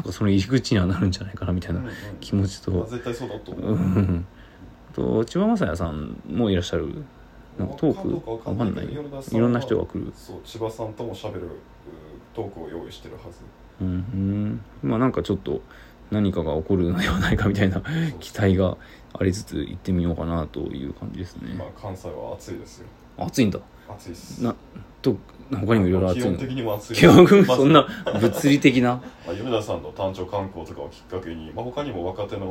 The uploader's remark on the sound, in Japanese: 京都DAYs。ボイスメモです。